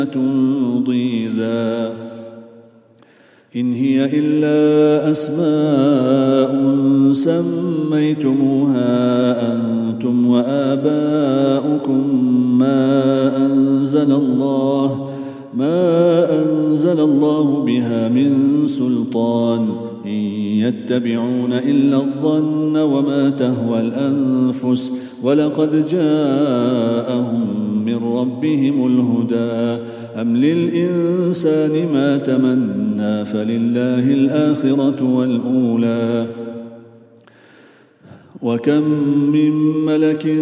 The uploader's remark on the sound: at the Houghton Masjid (West Street)